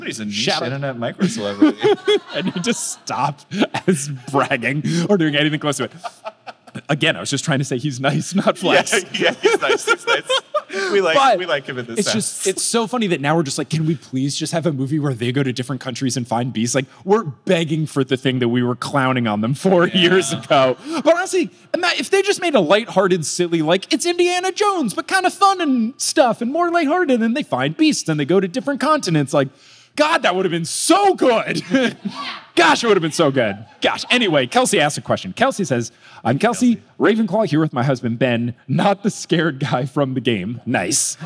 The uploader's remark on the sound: From Phoenix, AZ on 5/18/22, it's Potterless live!